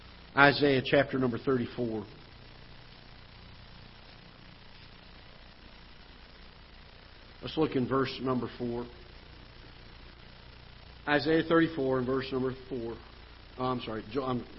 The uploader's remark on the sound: Ketha Heights Baptist Church ~ Live Broadcast